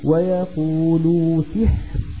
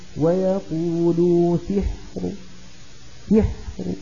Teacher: لو وقفنا بالروم ويقول سحر سحر فأقف براء مفخمة · Shown in: second take